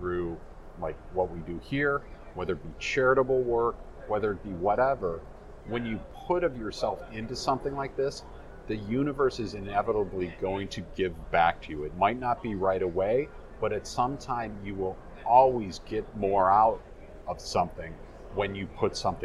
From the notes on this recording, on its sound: recorded at Microsoft Ignite in Orlando